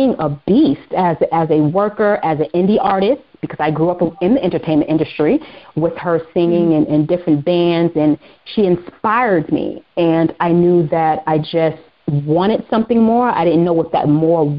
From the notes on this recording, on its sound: On the phone with special guest